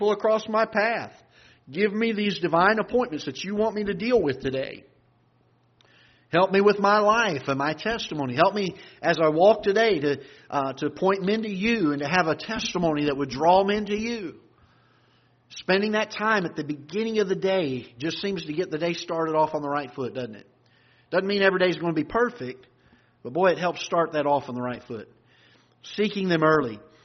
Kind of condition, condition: setting, large echoing room